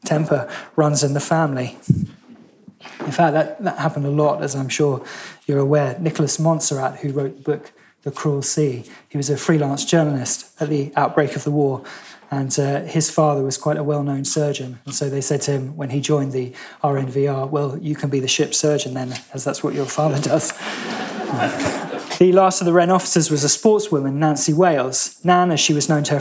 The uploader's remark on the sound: In a lecture he delivered at BBC History Magazine’s 2019 Winchester History Weekend